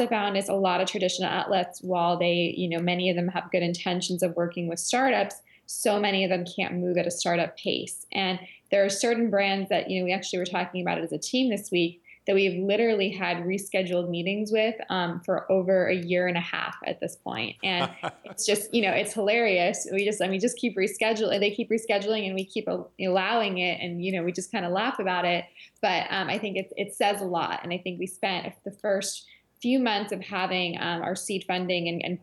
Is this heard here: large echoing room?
no